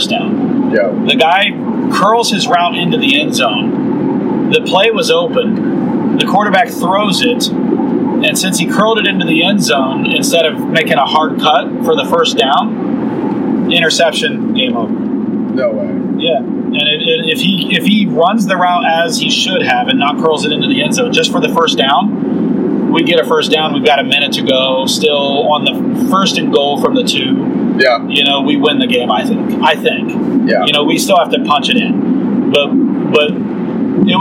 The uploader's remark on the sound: During the ride